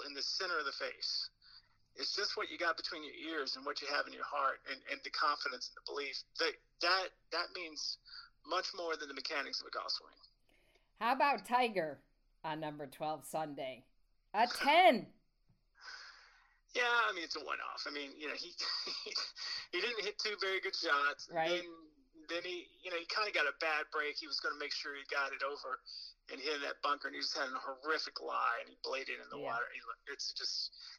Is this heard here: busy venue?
no